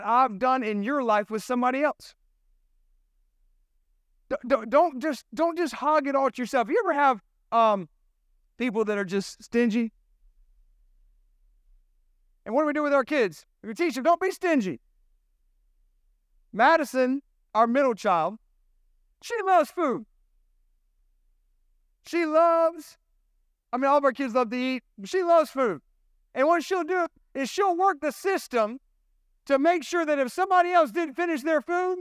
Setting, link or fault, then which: setting, large echoing room